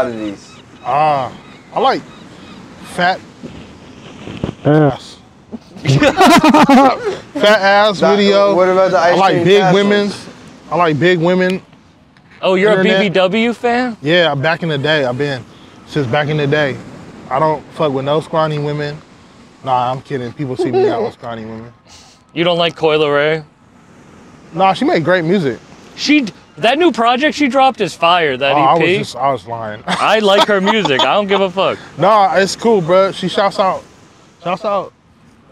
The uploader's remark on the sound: Recorded live on Revere Beach